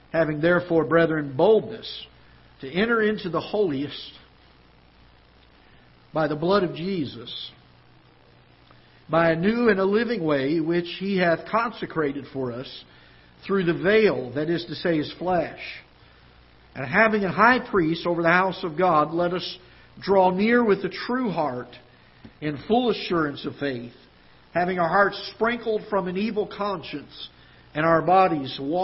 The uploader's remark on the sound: Ketha Heights Baptist Church ~ Live Broadcast